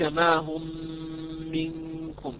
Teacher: عندنا ميم ساكنة بعدها ميم متحركة، فإذا الحكم يكون إدغاما شفويا وهو أيضا إدغام مثلين أو متماثلين وهو إدغام صغير.